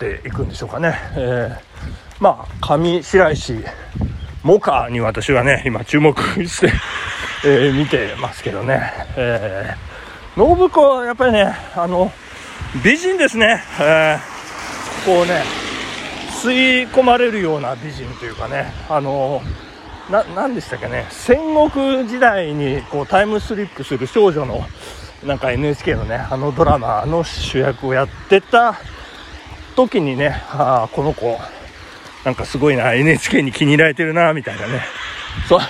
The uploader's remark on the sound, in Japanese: 朝ラン19℃。雨の中での収録。